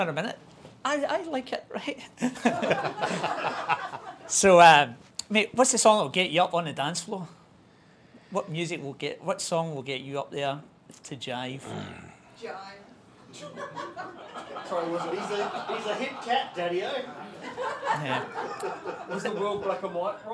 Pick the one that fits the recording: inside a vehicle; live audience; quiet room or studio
live audience